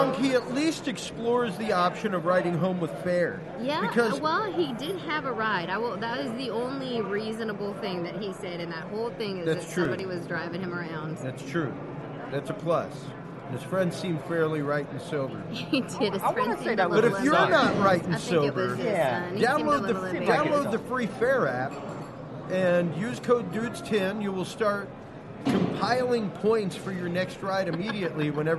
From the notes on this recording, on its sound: on the road in Houston, Texas broadcasting LIVE from the world renowned Mecum Auto Auction